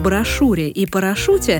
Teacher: в брошюре и парашюте гласное после «ша» всегда произносится твердо